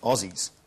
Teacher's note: Is it the right way to call Australians? No, well, even though it's written with an S, we pronounce it with a Z, and we pronounce it Aussies.